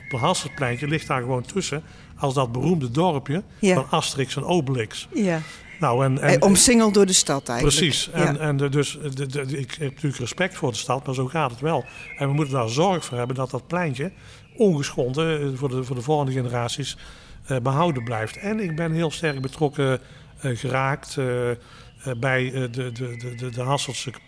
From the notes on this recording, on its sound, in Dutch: Opname: 1 november 2022, tijdens de nationale Klimaatweek in de Stadskas, LocHal in Tilburg.